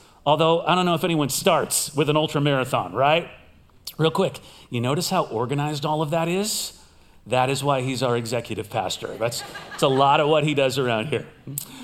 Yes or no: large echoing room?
yes